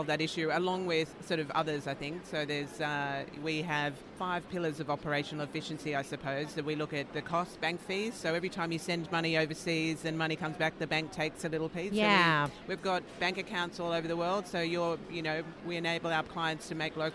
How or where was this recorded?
busy venue